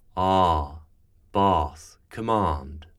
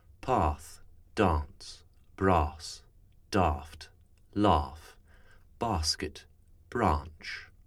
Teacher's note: For RP, we need a back open vowel